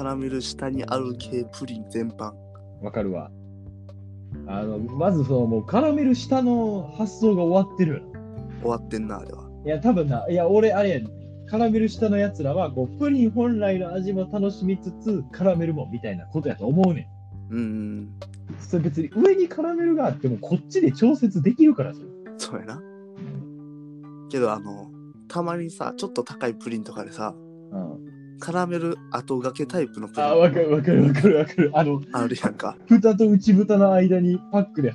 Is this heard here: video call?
yes